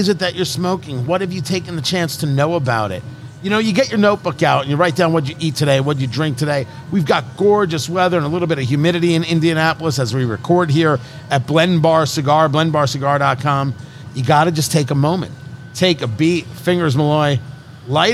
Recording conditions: busy venue